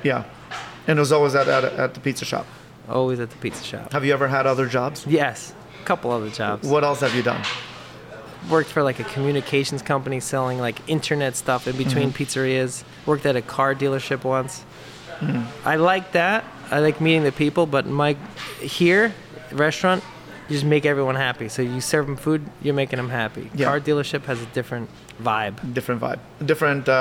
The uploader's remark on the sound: Owner of New Jersey’s Nino’s Pizza. Recorded in the best place on earth: a beloved local pizzeria.